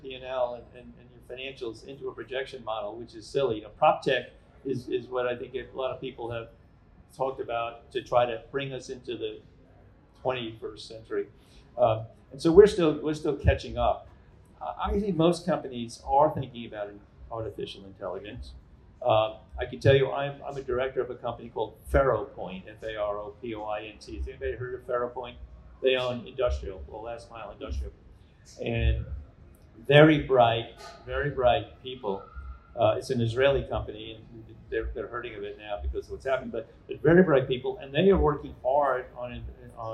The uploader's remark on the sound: Live from ICSC NY/NJ